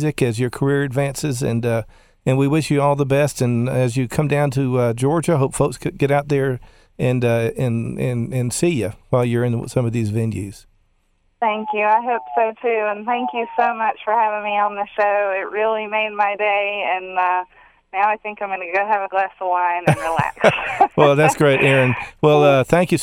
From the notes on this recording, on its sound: via telephone interview